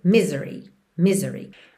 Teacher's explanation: Normalmente, misery tem a sílaba tônica na primeira sílaba, mas aqui, como a gente tem um alongamento da nota final, a gente acaba tendo misery, misery, ok?